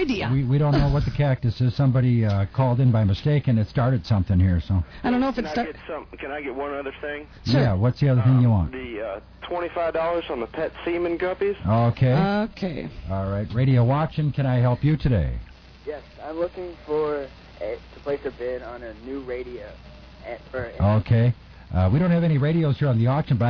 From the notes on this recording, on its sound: Personal Prank Phone Calls Collection